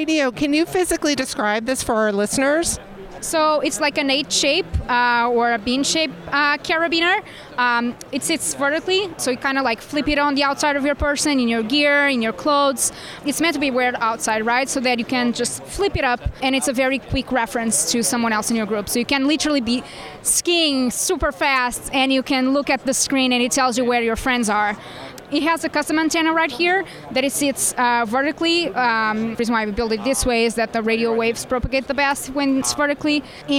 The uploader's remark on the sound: LIVE from CES